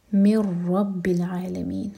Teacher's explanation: मिर रब्बिल आलमीन, मिर इदगाम बगैर गुन्ना के, तो नून को नहीं पढ़ेंगे, मीम को सीधा रॉ से कनेक्ट करेंगे